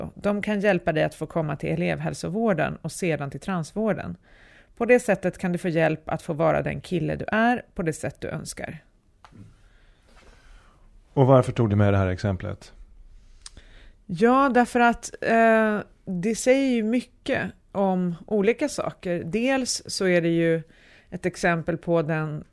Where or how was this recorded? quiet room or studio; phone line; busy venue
quiet room or studio